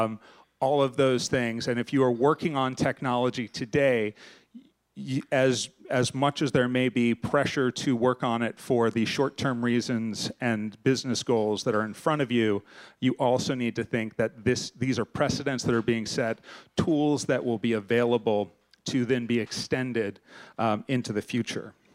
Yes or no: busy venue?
yes